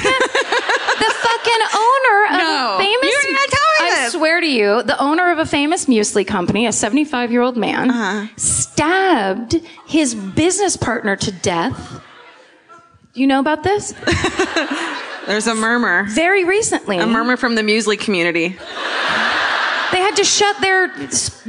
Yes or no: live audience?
yes